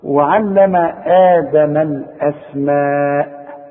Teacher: الاسماء لازم تمدها اربع حركات